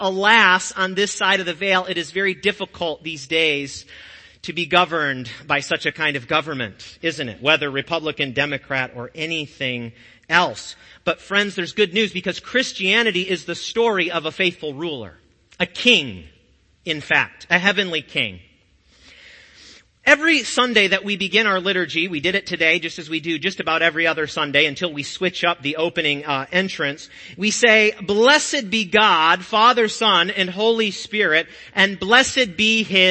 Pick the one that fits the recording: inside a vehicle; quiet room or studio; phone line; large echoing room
large echoing room